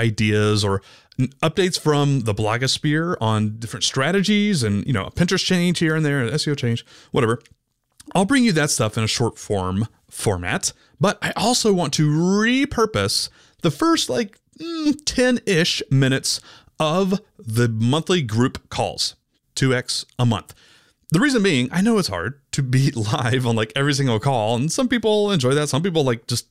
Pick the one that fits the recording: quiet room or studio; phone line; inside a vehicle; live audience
quiet room or studio